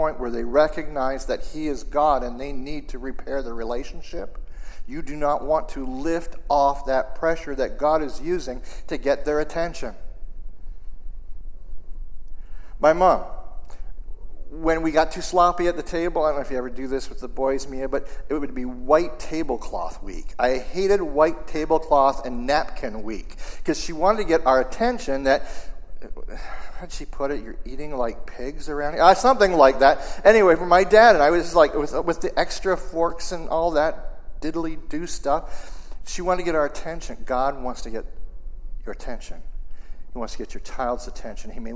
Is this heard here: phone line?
no